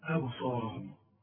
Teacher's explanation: أبصار والراء برضه مفخمة